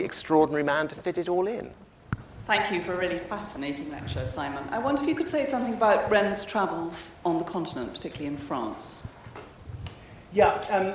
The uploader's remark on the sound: recorded on 14 June 2023 at David Game College, London